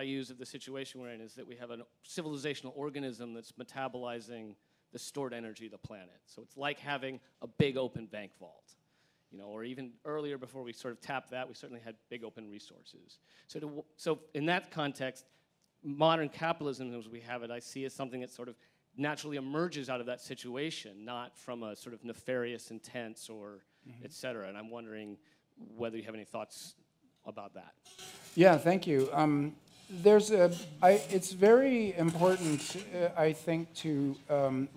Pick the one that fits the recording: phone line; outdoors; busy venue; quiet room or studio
busy venue